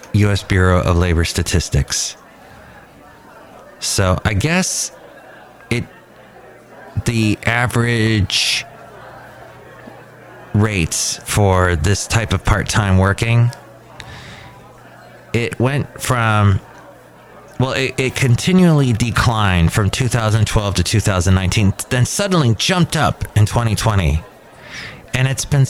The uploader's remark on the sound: podcasts live from Cafe Anyway